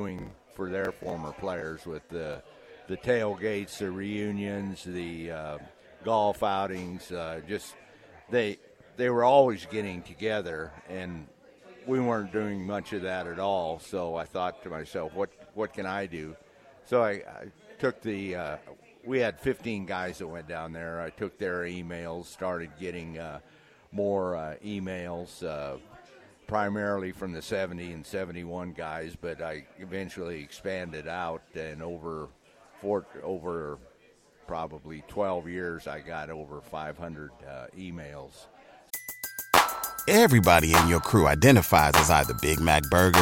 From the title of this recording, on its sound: LIVE at Wingstop